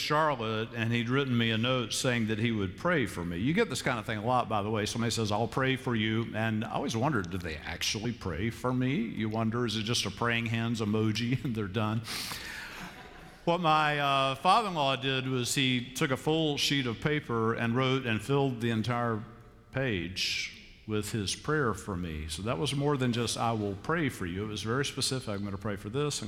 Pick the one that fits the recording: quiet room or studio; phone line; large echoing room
large echoing room